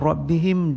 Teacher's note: Juga lafaz ra dengan rabbihim dengan tafkhim, ra baris di atas, dan tidak berdengung rabbihim fa ahlakna, karena mim mati bertemu dengan fa idhar syafawi.